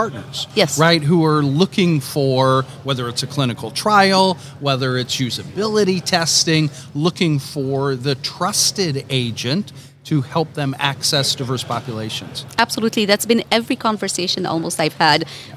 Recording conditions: busy venue